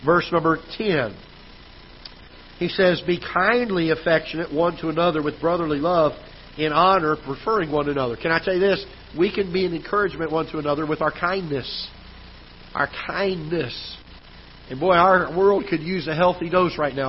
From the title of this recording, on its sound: Ketha Heights Baptist Church ~ Live Broadcast